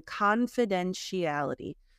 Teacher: The first T sounds like an SH, confidentiality. And the second T is a flap T. That's the American like T that sounds like a little bit like a D.